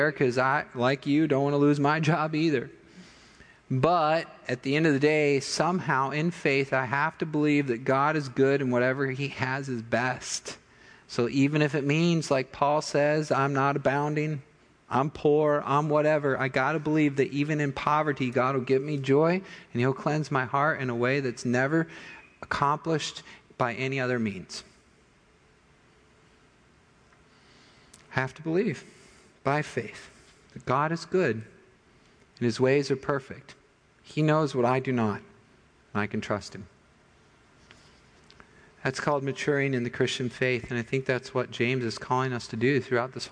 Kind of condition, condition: setting, large echoing room